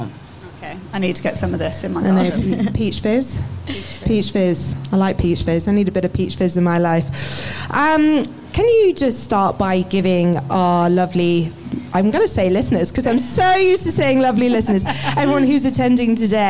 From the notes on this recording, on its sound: We hosted this as a live podcast at Suncoast.